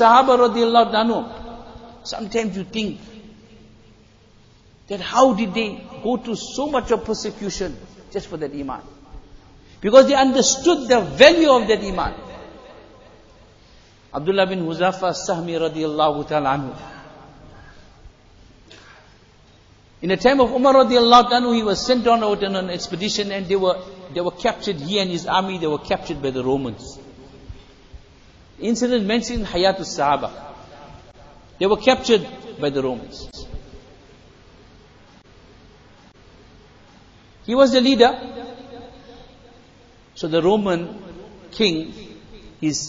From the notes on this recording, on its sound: Jumuah Lecture at Masjid E Noor